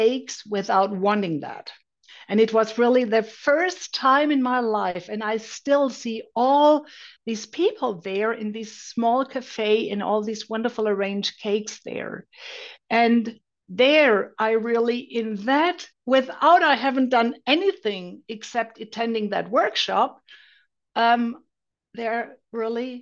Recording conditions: video call